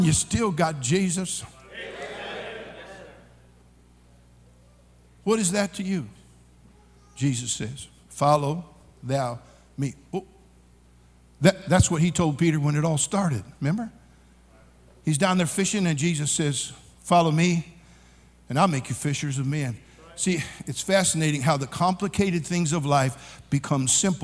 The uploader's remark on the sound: during the Monday Evening service of the 40th Annual National Youth Conference in Santa Clara, California